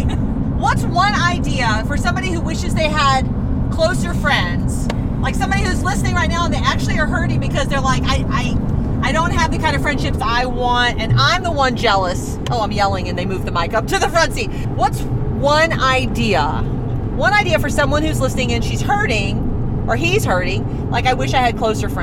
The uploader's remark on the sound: Driving south on I-25